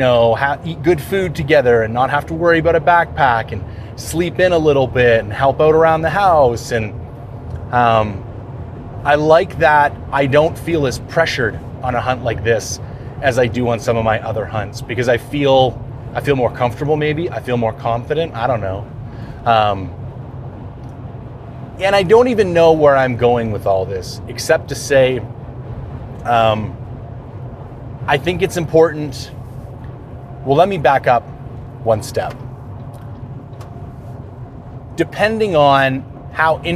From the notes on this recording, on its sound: For those unfamiliar with this style of podcast, I bring an audio recorder with me on my hunt and do my best to break it out a few times a day and tell the story of the hunt in audio format as things unfold in real-time. On this particular episode I find myself up north in the Prince George region hunting bears.